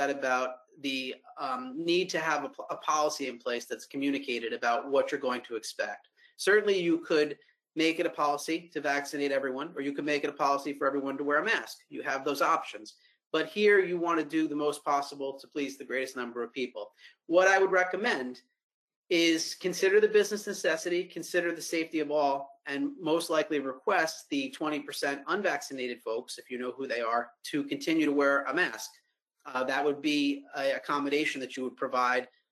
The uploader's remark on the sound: Answers COVID-19 workplace policy questions in a live webinar hosted by Personnel Concepts.